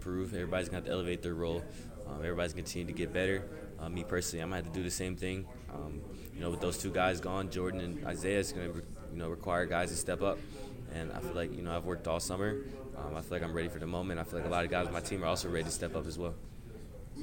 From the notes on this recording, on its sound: You'll also hear audio from the televised press conference